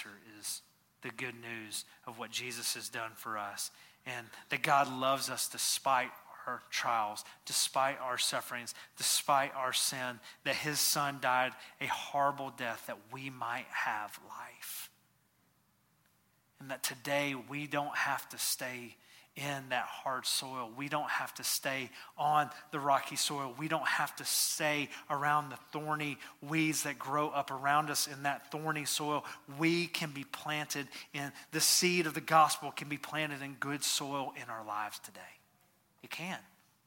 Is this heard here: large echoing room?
yes